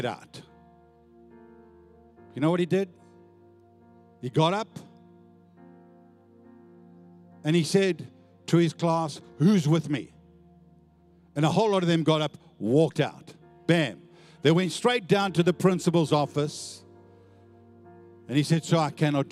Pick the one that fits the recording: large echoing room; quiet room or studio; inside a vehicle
large echoing room